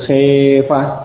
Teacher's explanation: Sehingga khofa boleh dibaca imalah, ya, menjadi khefa. Ya, menjadi khefa. Panjang ya, karena ada alif